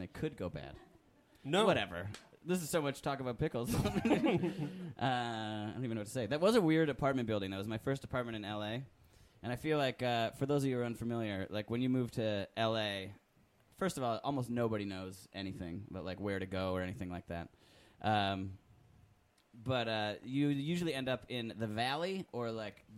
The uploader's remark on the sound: Recorded Live at Coldtown Theatre. Join us for a live episode at the Coldtown Theatre in Austin, TX!